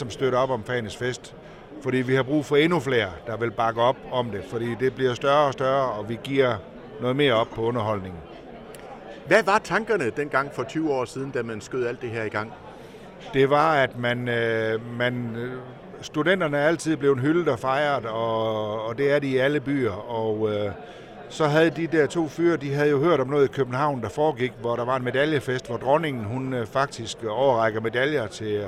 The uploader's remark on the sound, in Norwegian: LIVE FRA FAGENES FEST